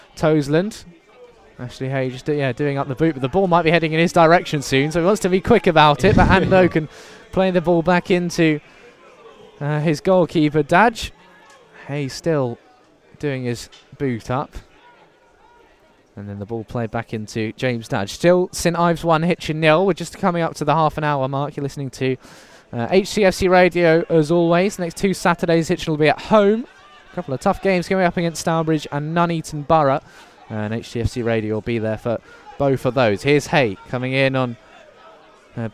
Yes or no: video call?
no